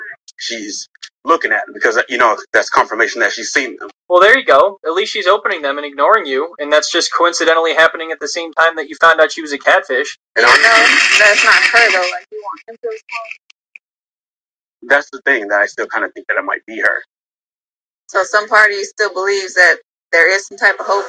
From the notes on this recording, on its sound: apologies in advance the audio is bad didn't have my equipment